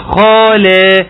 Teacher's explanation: ورقق اللام، اوعى اللام تطلع تعلى منك وتتفخم